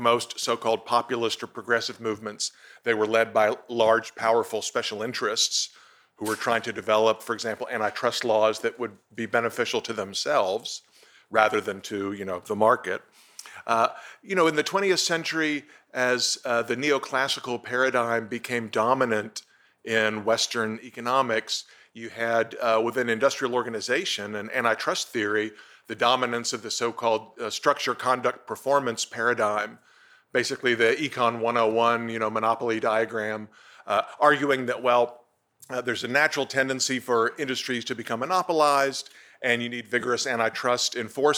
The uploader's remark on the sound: Recorded at the Mises Institute in Auburn, Alabama, on 14 July 2020.